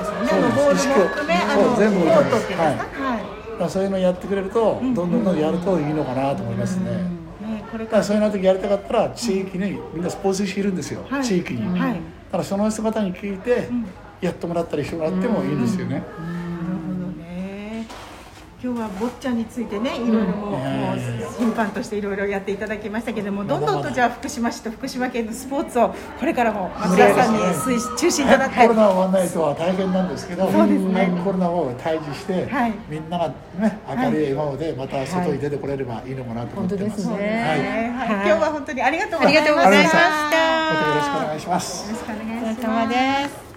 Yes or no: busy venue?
yes